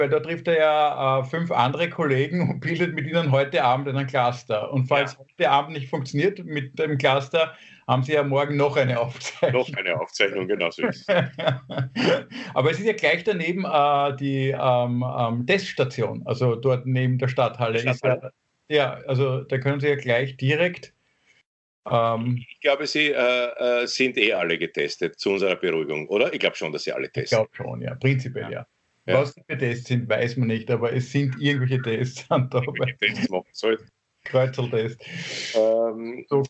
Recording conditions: video call